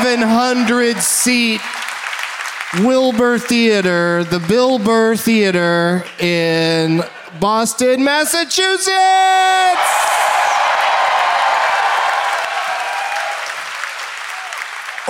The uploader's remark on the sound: Live from the Wilbur Theatre in Boston, MA.